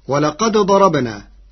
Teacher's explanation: قرأ ورش كلمتي ولقد ضربنا بإدغام الدال الساكنة في الضاد فهما متقاربان صغير، وحكمه جواز الإدغام.